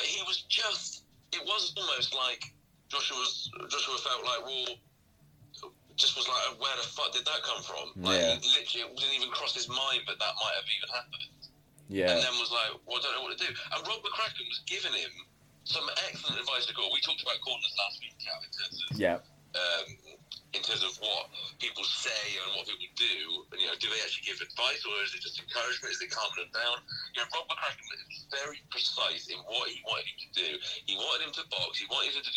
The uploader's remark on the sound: Record from parts unknown but are joined on the phone.